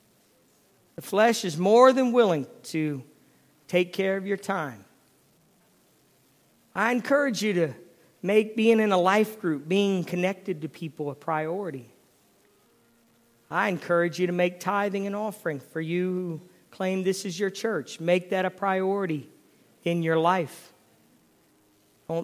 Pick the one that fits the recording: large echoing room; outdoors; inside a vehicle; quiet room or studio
large echoing room